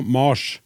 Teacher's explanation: planetnavnet uttala med lang A, altså Mars.